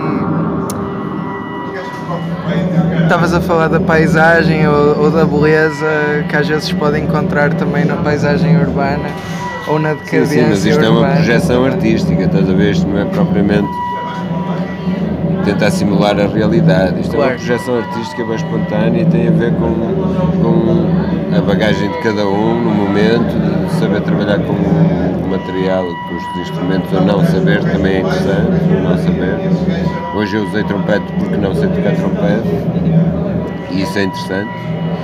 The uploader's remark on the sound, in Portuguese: Após o concerto na "Matinoise" em Braga, organizado pela "Cantigas do Poço". Entrevista gravada na "Matinoise" das Cantigas do Poço no Rockstar pub, em Braga.